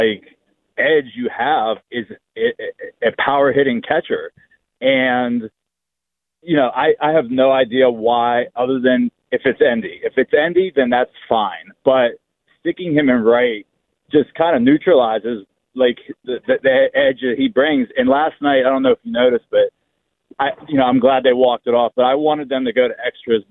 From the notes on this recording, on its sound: This fan called